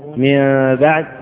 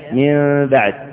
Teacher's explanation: والصحيح أن تكون على حال متوسطة بين هاتين الحالتين، فتطبق الشفتين مع فتحة يسيرة قدرها بعض أهل الأداء بقدر ورقة، فينطقها الإنسان بدون إطباق شديد ولا فتح شديد · Shown in: second take · بل تكون على هذه الهيئة من بعد، فتكون فتحة الشفتين فتحة يسيرة.